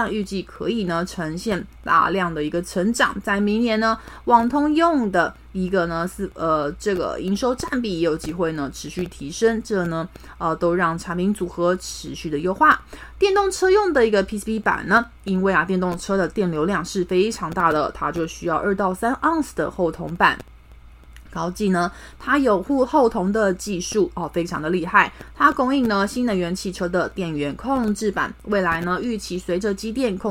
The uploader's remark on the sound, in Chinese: 本集有些許雜音，已亟力避免，如有察覺請多多包涵